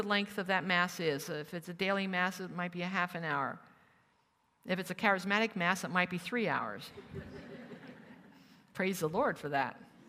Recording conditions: live audience